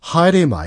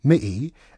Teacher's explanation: the H sound is aspirated. In other words, it's dropped, similar to Cockney English · Shown in: second take